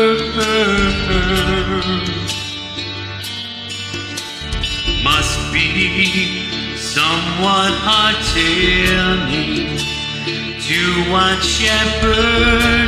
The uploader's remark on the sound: StarMaker (phone [Android] app): music Recorded on a cellphone.